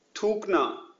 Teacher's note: similar to ta but aspirated